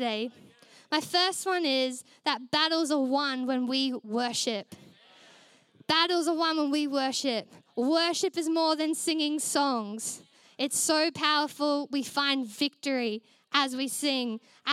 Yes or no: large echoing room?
yes